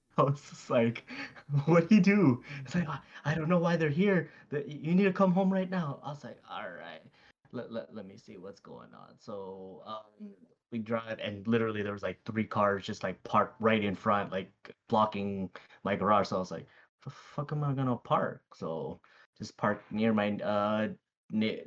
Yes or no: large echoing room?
no